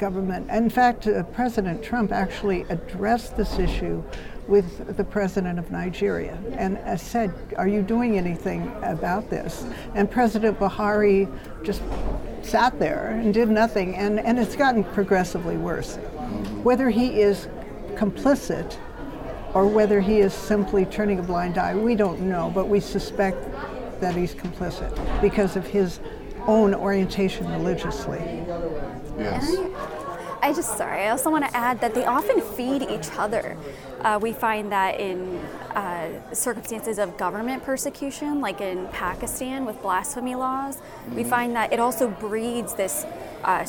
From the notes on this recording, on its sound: The IRF Summit Authors' Corner took place at the IRF Summit 2022 in Washington, D.C.